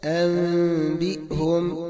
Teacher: فالحكم هو قلب النون ميما ثم تختفي هذه الميم عند الباء بغنة بمقدار حركتين · قلب النون الساكنة ميما ساكنة عند ملاقاتها حرف الباء · Term: الإقلاب